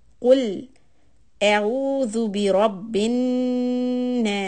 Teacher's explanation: The thing to remember here is to always hold on the noon shadda and then to stretch it in the word annas.